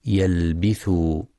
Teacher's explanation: يخطئ بعضهم فيقرأ يلبثوا بكسر الباء يلبثوا، والصواب فتحها.